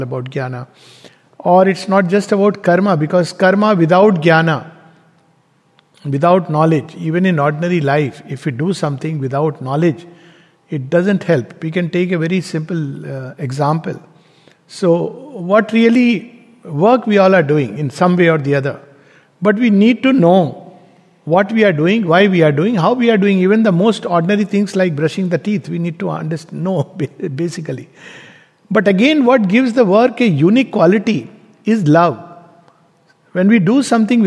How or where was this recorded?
large echoing room